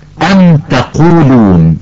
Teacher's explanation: ننطق الميم الساكنة ظاهرة واضحة بغير غنة أو إخفاء إذا أتى بعدها أحد حروف الهجاء ما عدا حرفي الباء والميم، مثل أم تقولون. · Term: إظهار الميم الساكنة